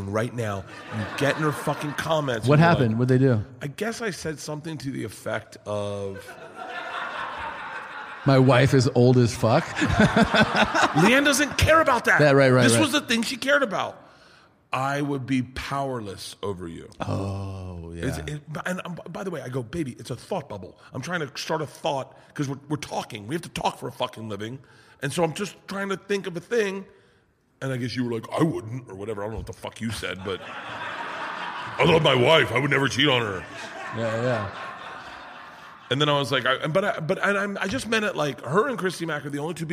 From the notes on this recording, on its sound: This episode of 2 Bears 1 Cave was filmed in front of a live audience of MGM Rewards Members at the MGM Grand in Las Vegas.